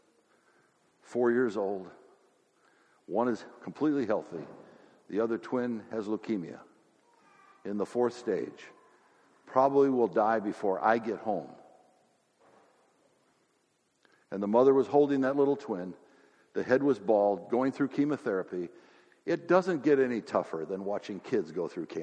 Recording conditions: large echoing room